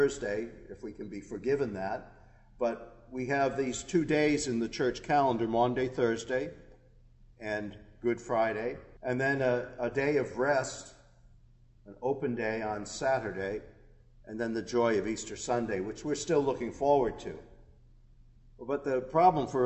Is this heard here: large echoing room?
yes